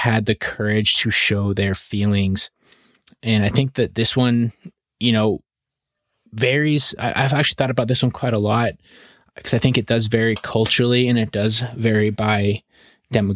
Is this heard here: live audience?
no